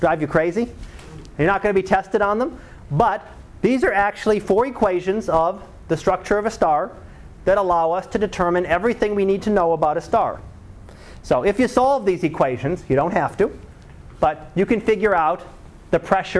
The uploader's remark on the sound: Live Class Lecture